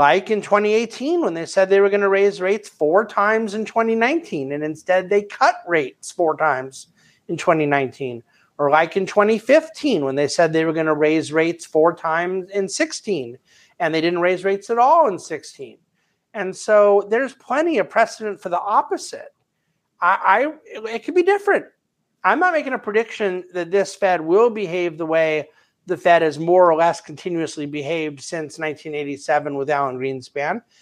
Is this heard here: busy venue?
no